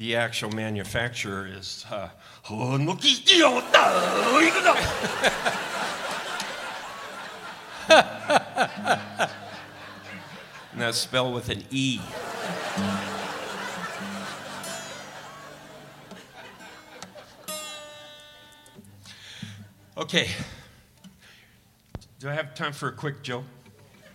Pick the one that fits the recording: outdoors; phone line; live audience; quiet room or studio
live audience